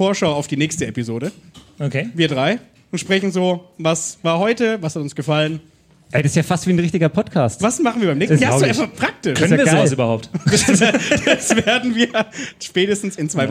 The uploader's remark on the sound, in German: Das erste Mal Podcast-Brause live – und dann gleich ein voller Erfolg! In einem ausgebuchten Afterwork.